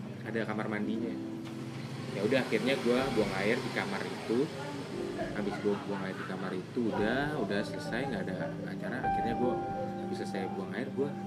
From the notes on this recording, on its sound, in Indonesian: Kita recording situasi ramai karena kami selalu terganggu ketika record tengah malam.